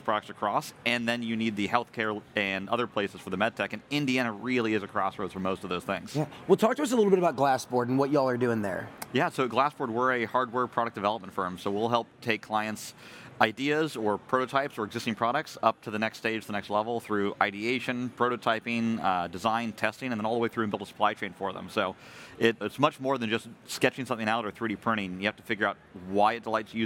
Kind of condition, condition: setting, busy venue